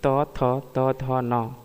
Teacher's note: उच्चारण स्थान की दृष्टि से त थ त ध न वर्ण क्या कहलाते हैं? दंत्य।